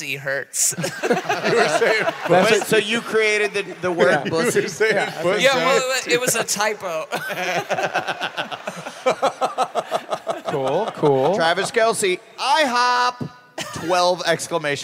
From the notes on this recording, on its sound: Live from Portland!